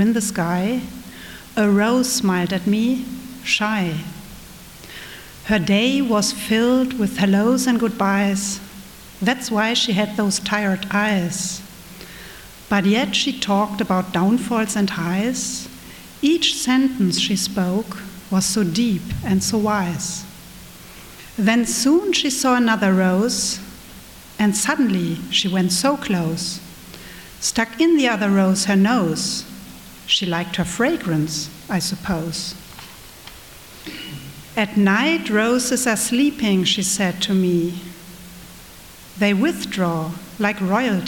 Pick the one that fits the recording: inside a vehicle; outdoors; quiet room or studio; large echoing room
large echoing room